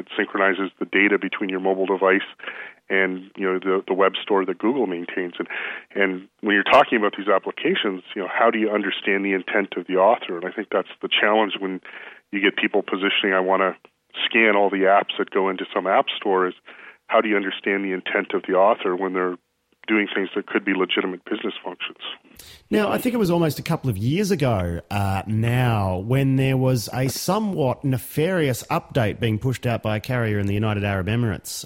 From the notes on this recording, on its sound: I spoke to him by phone